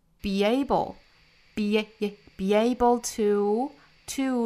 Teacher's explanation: 同样是要做一个元音的连读，加一个小小的 ye 的发音